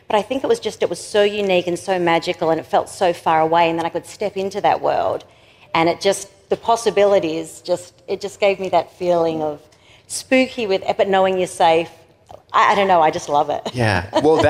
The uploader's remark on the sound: LIVE FROM MIDSUMMER SCREAM 2022